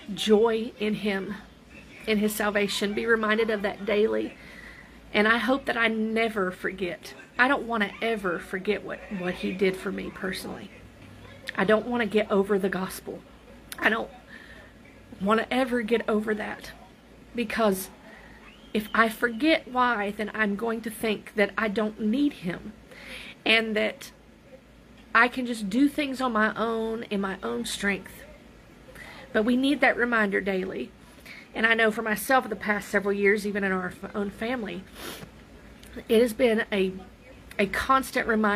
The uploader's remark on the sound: There is very low back ground noise.